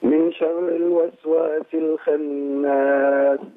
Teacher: نفخم الخاء شوية ونعمل الإخفاء